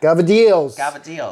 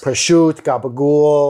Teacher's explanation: just dropping the vowel at the end of words